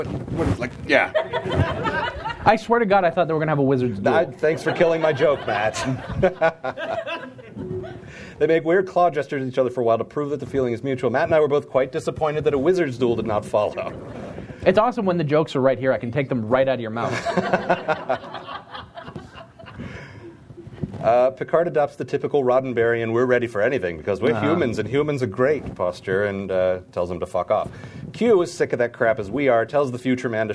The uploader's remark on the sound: Recorded live at the Emerald City Comicon.